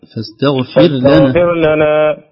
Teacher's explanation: الراء ليست مفخمة لأن قبلها كسر وهي ساكن